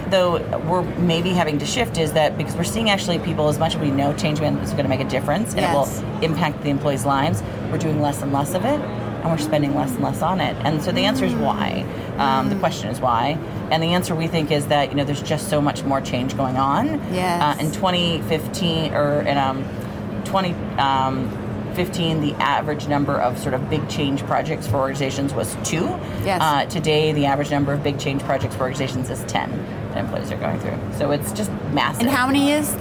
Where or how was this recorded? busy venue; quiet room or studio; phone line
busy venue